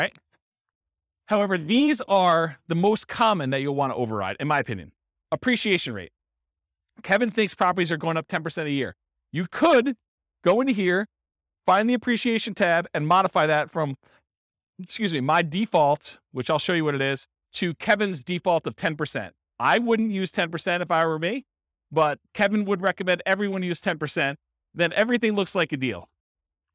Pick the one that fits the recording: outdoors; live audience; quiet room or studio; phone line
live audience